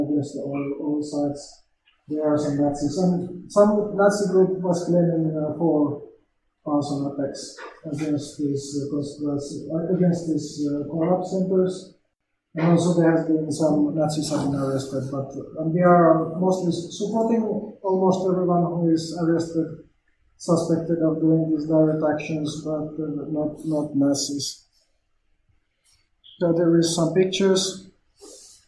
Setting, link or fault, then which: fault, poor microphone